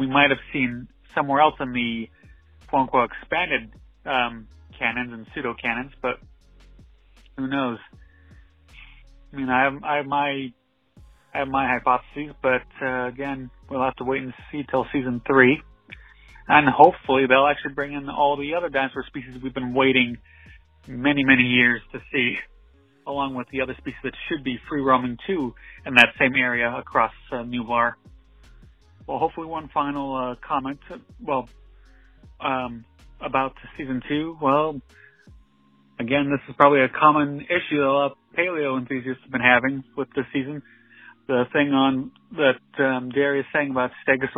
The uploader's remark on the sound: We reached out to our listeners and the Jurassic Park fan community to get your thoughts and concerns on Season Two of Jurassic World Camp Cretaceous . Every single person who called in to share you thoughts.